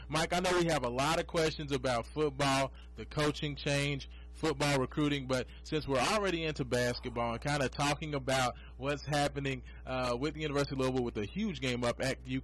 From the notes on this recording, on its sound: We are joined in studio. On the phone.